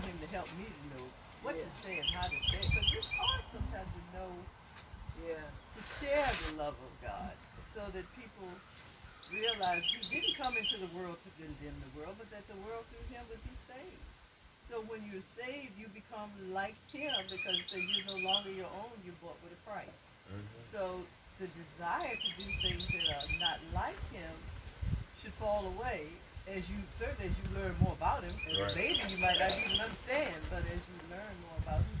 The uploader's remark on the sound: Faith Temple NFCOG Sunday Morning Outside Service May 31, 2020